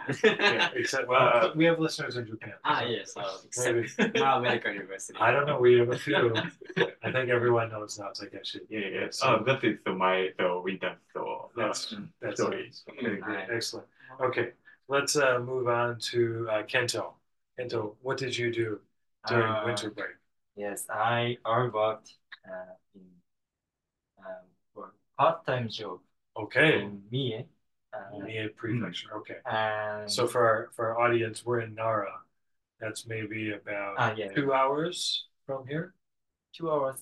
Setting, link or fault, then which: fault, poor sound quality